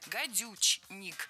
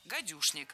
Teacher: Гадюшник пишется с ч, гадючник, но произносится с ш, гадюшник. · Shown in: second take